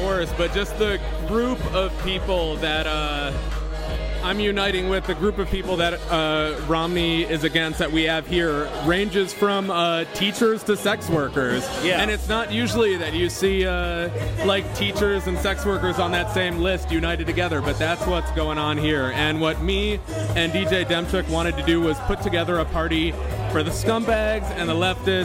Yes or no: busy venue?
yes